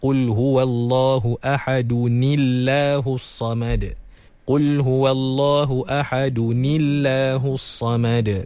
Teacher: Jadi perlu kita menghidupkan baris tanwin itu dengan baris bawah.